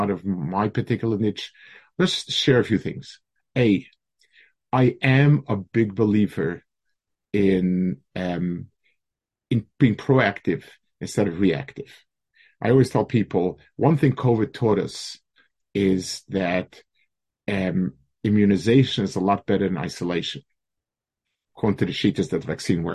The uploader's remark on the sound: Delivered over Zoom to a Mechanchim Group.